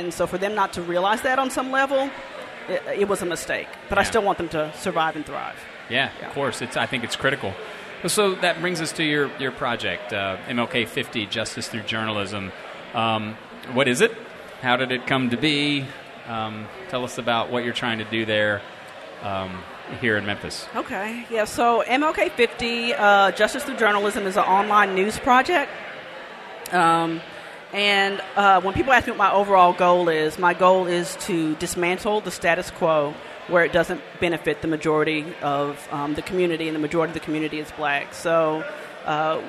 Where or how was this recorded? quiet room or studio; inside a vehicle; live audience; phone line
live audience